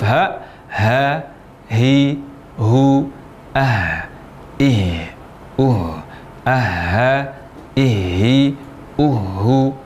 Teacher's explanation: Huruf H diucapkan dari pangkal tenggorokan.